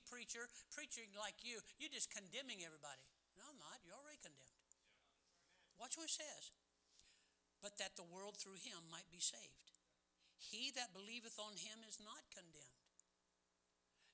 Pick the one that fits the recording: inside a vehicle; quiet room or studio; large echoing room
large echoing room